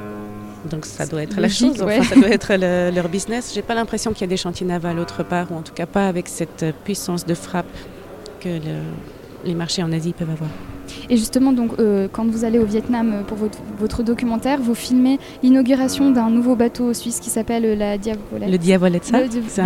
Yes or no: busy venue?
yes